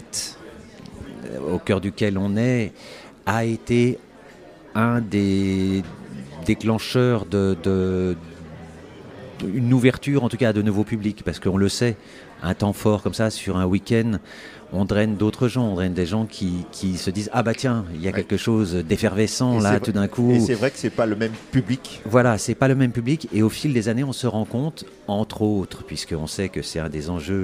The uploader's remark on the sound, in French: depuis le théâtre Olympia à l’occasion du festival WET